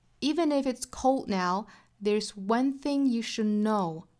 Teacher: 这句话里面最重读的词应该是在 know 上面